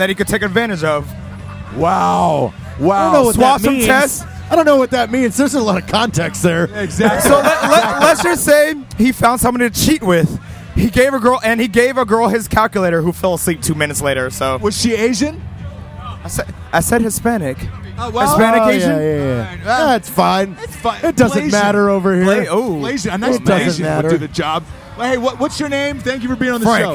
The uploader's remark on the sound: live from the Army/Navy tailgate partying with everyone in town for the game